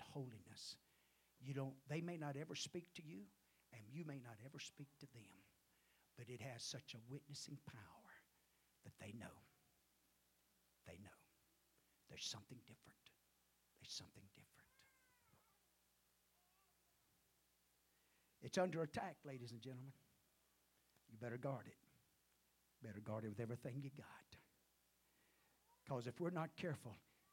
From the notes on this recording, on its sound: at the First Jesus Name Church of Benndale on the Sunday morning of 12 - 31 - 2023